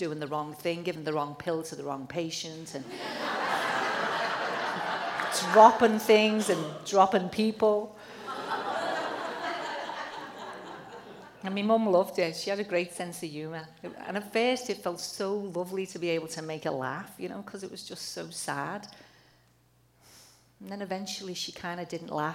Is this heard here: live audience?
yes